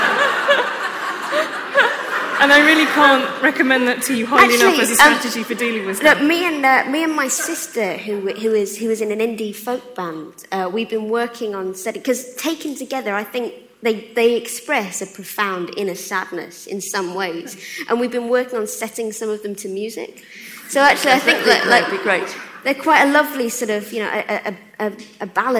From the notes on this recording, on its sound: The full audio from the New Statesman's sell-out event. At Conway Hall.